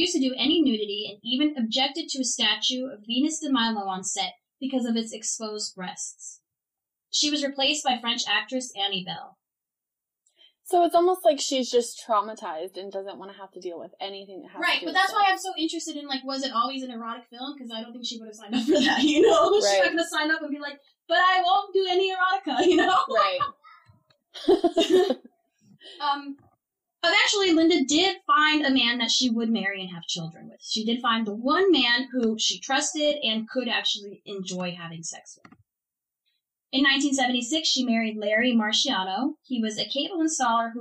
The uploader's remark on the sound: Please accept our apologies for the audio quality of this episode! One of our microphones malfunctioned in the beginning of the recording.